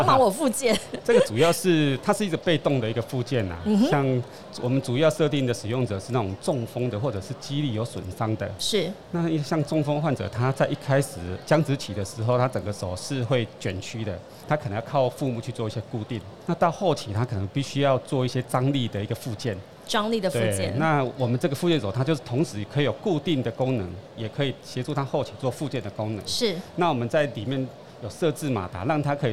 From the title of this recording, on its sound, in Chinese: 2022 Medical Taiwan台灣國際醫療暨健康照護展 -Live Podcast